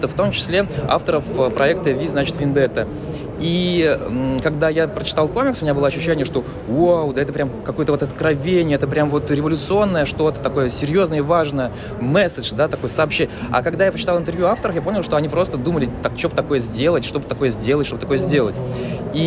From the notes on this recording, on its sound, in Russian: Мы представляем вниманию слушателей очередной «полевой» подкаст. На сей раз он записан под гул книжной ярмарки non/fictio№24 в Гостином дворе.